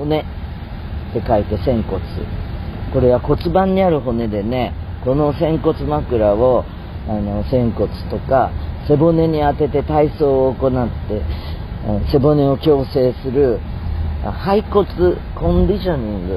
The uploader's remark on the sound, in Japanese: 沖縄からの飛行機搭乗の前後で収録(飛行機) いつも以上にガヤガヤいってますけど